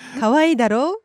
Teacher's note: when it's used to ask for agreement from the listener, the sentence is usually said in a rising intonation. But it can be said in a flat intonation when the speaker implies that the listener should agree, like in today's dialogue.